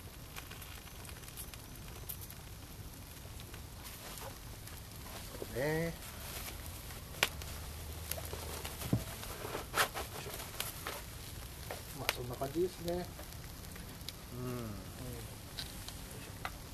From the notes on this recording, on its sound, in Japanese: 久々のたき火収録です！火を囲んで。芋が焼けるまで収録しました。